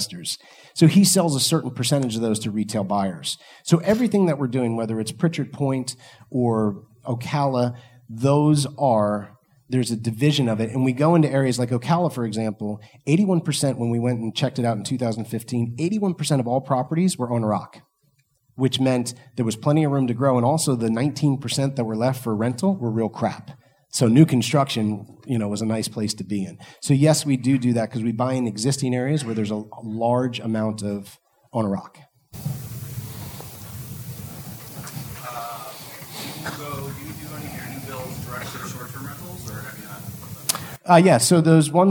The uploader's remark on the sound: Today’s episode is a live speech from the 2019 Meet the Masters of Income Property event.